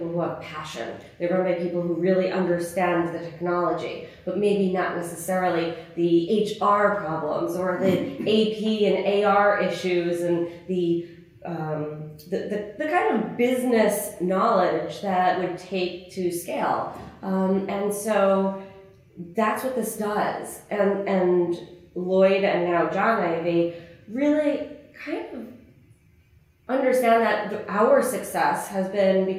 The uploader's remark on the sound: On location at the NSCA Business & Leadership Conference 2022